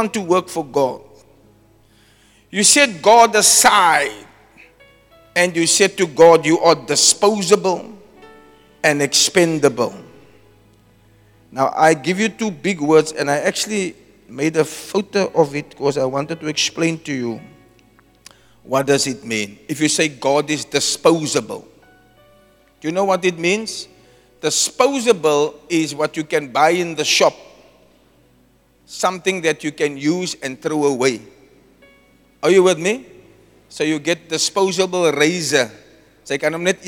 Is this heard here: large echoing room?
yes